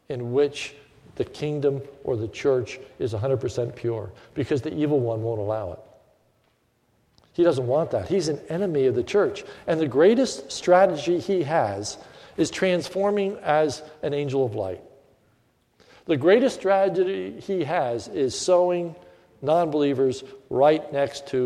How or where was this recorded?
large echoing room